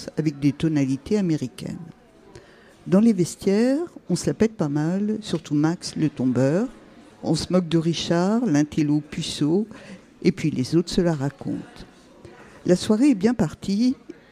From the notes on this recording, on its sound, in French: depuis le théâtre Olympia à l’occasion du festival WET